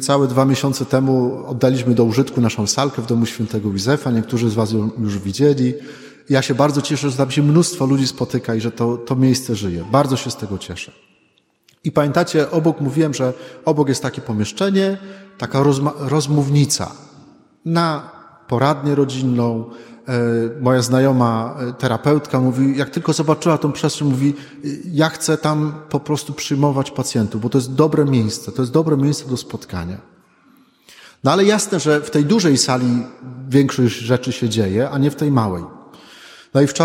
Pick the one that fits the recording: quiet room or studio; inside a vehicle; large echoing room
large echoing room